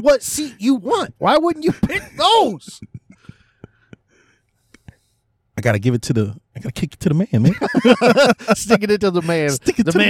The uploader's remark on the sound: One dude looked at us weird while recording. We watched SCREAM VI and went to my car and hit record.